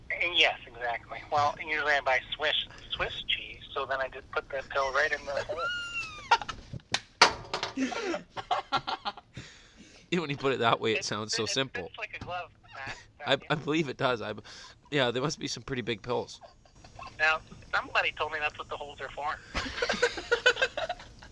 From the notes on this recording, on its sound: joined over the phone